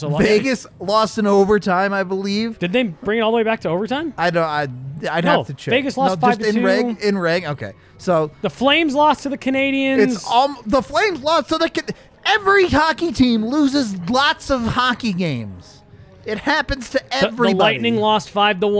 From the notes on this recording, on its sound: come to you LIVE from the DNVR Bar